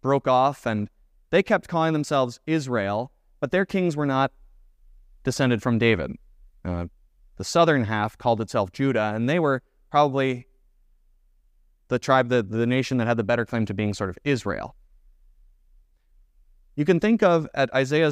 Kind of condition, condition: setting, large echoing room